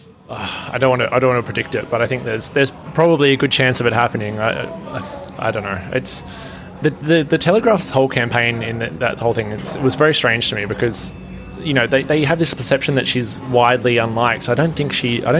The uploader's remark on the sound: Join us for this live and extremely wonkish conversation from the wilds of suburban Sydney with two smart and informed panellists. This episode was recorded in front of a live audience at the West Ryde Hotel in Sydney.